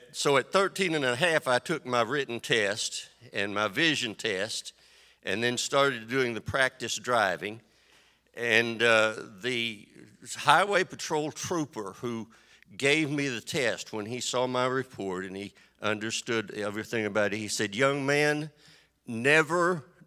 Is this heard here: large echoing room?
yes